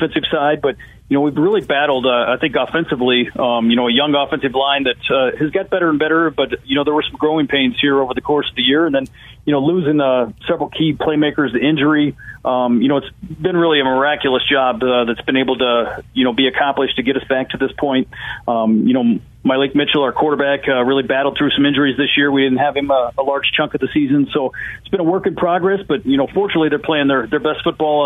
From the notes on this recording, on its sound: so we took your calls throughout the show